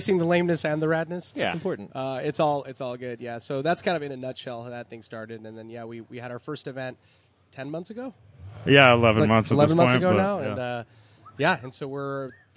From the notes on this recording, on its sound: Live from Luftgekühlt 5. Because this is outdoors at a car show, we apologize for the wind noise and some of the audio fluctuation but, really it's not that bad and this is guerilla podcasting, damnit.